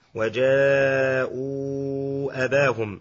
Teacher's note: وكذا يتعين المد في نحو وجاءوا أباهم عند الوصل لأنه من قبيل المد المنفصل